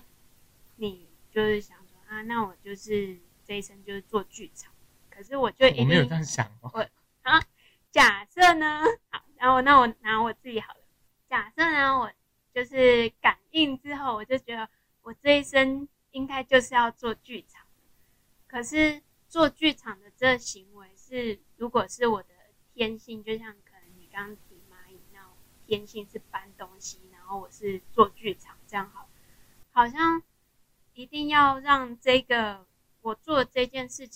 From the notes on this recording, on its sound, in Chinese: 這幾次的音檔收音部分較糟，但是！我們已經添購新設備！！